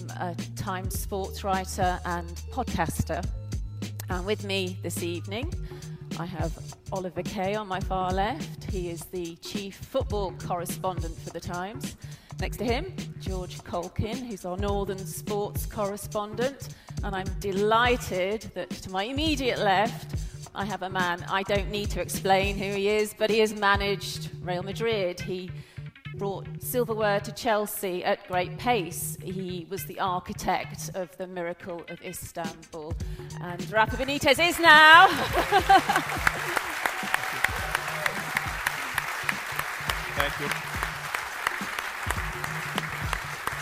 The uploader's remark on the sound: The Game Live in Newcastle. A special Times Plus event in Newcastle. In front of a live audience.